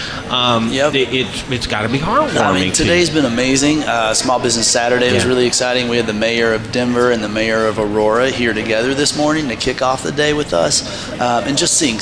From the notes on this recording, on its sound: The Modern Eater Show live from the Stanley Marketplace!